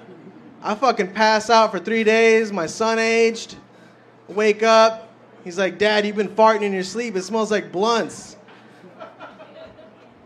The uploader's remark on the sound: Filmed live in front of a studio audience on the backstage at the creek and the cave.